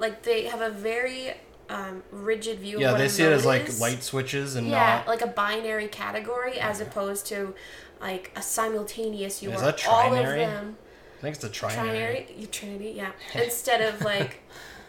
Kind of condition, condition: fault, sounds in the background